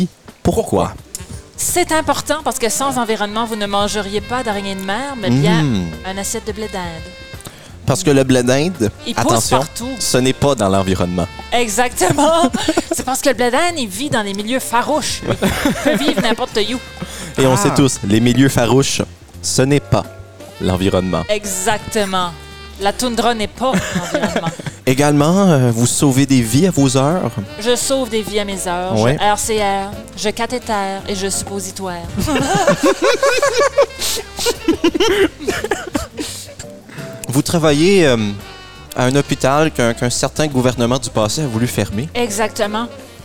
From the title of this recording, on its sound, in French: enregistré à la Terrasse à Steve de Miscou